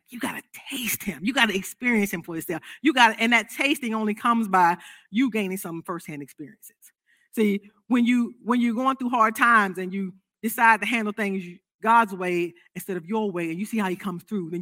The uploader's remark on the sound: This sermon was recorded live on January 16th, 2022 at Newark United Pentecostal Church.